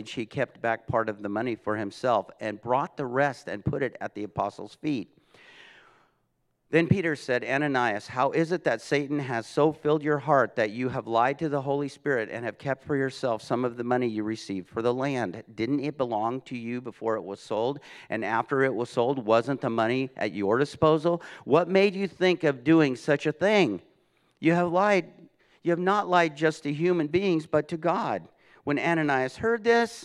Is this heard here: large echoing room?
yes